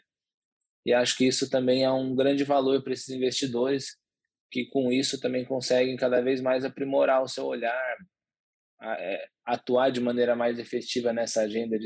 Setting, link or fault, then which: link, video call